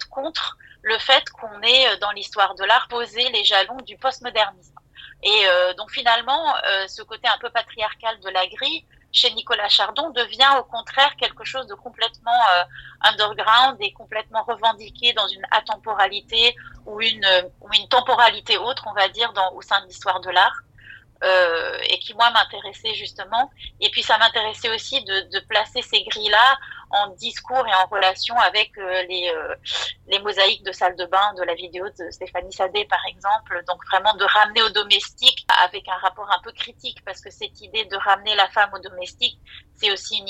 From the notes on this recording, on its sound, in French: À Paris, le 14 mars 2023, entretien réalisé par téléphone.